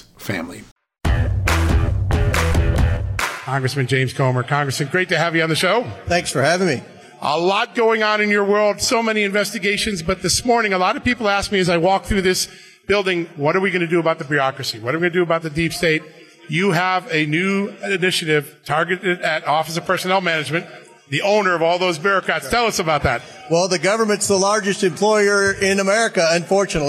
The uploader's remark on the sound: Live from CPAC